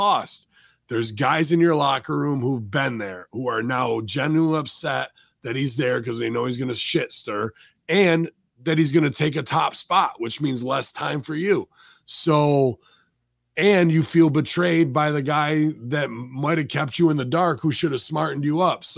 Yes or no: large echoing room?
no